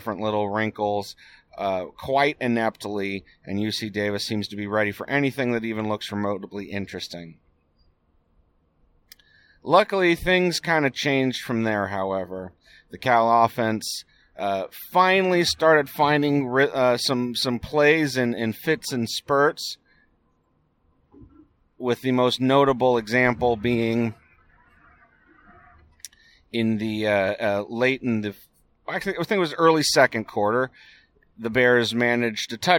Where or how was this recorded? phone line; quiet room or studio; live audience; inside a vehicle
inside a vehicle